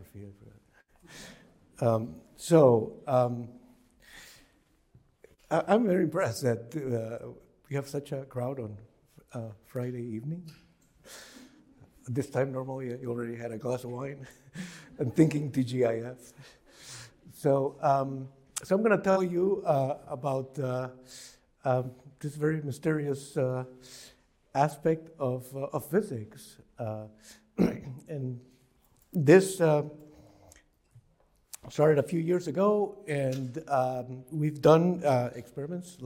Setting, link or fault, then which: setting, large echoing room